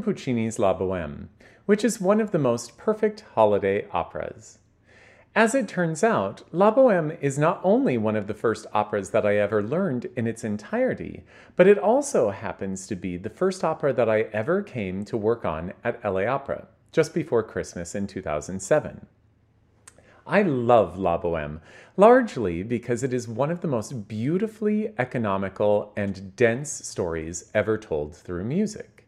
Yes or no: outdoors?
no